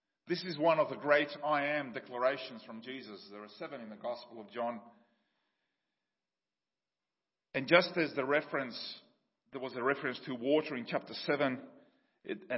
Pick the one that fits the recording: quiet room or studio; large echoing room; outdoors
large echoing room